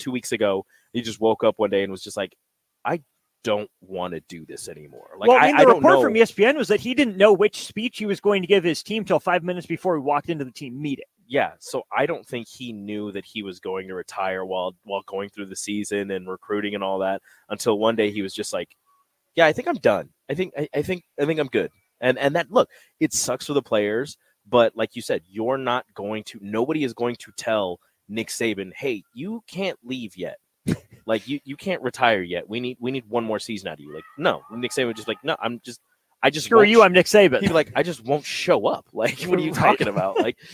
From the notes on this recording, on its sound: LIVE from CHI Health Center